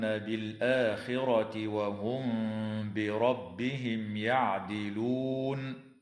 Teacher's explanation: تخفى الميم الساكنة عند الباء مع الغنة في قوله تعالى وهم بربهم، بينما تظهر عند الياء في قوله تعالى بربهم يعدلون، وتنتهي